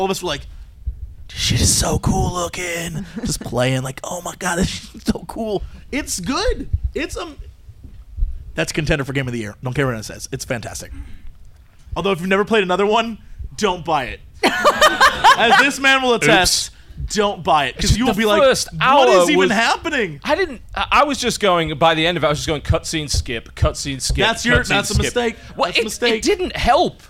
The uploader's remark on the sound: The podcast was broadcast live at Dragoncon in Atlanta, Georgia.